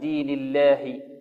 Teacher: ولا نميل الألف التي بعد اللام أو فتحة اللام، نقول دين الله، لا دين الله بالفتح، فتح خالص.